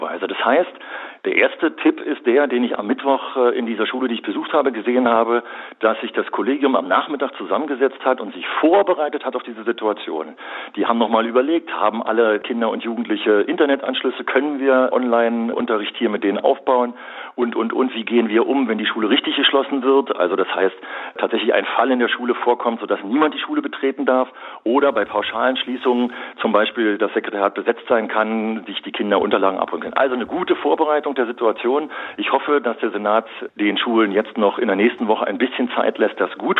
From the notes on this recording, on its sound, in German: Im Inforadio (rbb) per Telefon ein Interview.